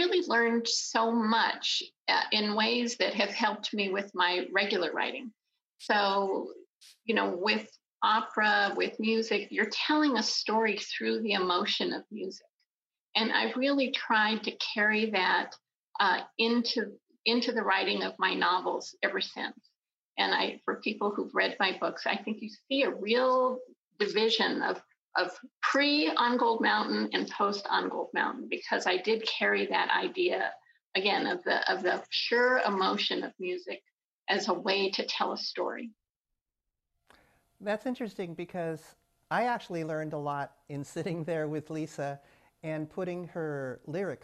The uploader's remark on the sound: This podcast was recorded in front of a live Zoom audience.